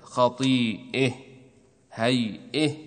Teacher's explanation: الهمزة بعد الياء الساكنة خطيئة، تميلها قولا واحدا للكسائي لأنها من أحرف أكهر ووقعت بعد ياء ساكنة